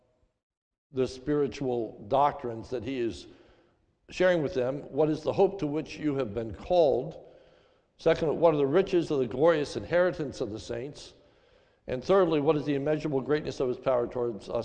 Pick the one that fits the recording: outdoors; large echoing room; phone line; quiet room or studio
large echoing room